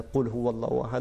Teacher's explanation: قاف جو دو نقطے والا ہے اس کو موٹا پڑھا جاتا ہے